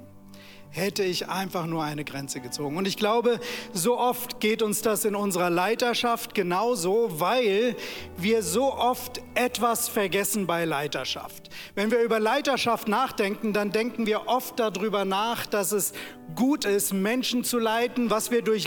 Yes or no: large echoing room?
yes